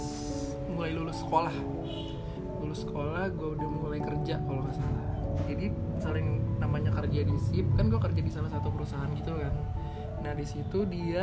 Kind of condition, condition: fault, sounds in the background